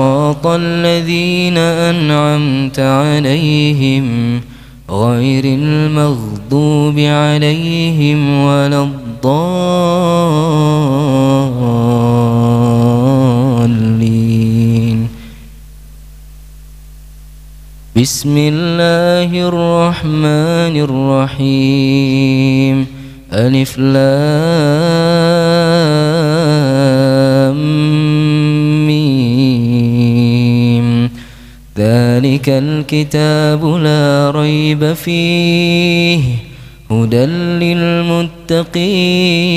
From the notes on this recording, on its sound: Live Masjid Daarut Tauhiid Bandung